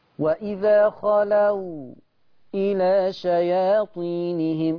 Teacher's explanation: سكت على الحرف الساكن قبل الهمز اللي هو الواو · Term: السكت